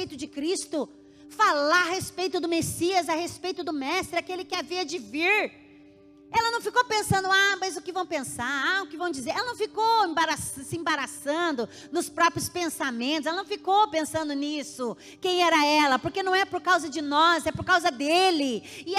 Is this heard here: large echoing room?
yes